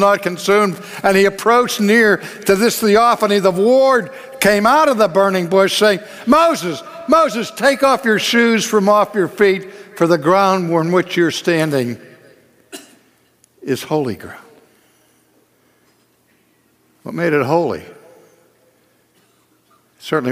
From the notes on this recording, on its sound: This message is from our 2015 National Conference, After Darkness, Light.